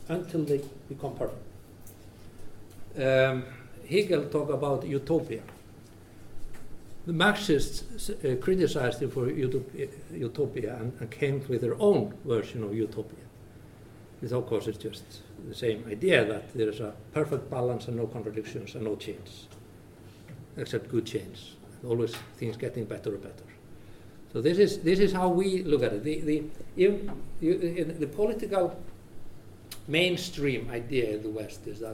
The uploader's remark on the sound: This episode is a recording from our annual summer course Doing Business in China.